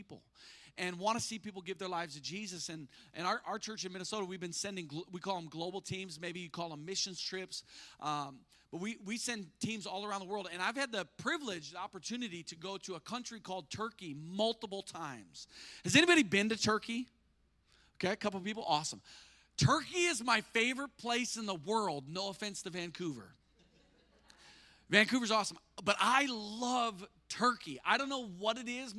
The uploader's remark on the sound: spoke live at our church.